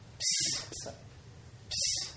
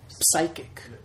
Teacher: in Greek, you do pronounce the P more, whereas in English, you would drop the P and just pronounce it like a silent P · Term: PS sound